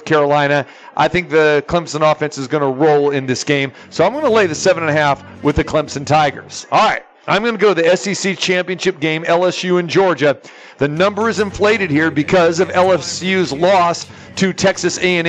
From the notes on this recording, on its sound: live from the Superbook at the Westgate